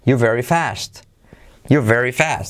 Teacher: el verbo are es como casi que se omite